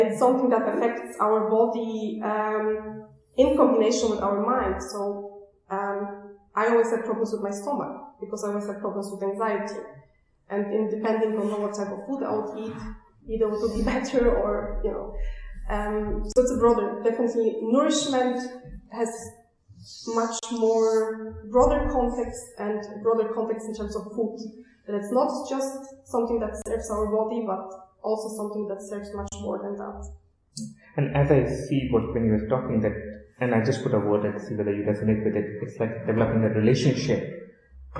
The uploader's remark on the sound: This conversation was recorded at a MQ event in Zurich on April 25th, 2019, and also includes Q&A from audience.